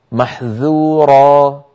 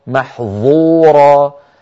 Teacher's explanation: الذال والظاء من المخرج نفسه، الفرق بينهما أن الذال منفتحة، ولو نطقناها مطبقة مفخمة لصارت محظورة فغيرت المعنى.